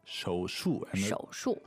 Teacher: Alright, so that's third tone, fourth tone.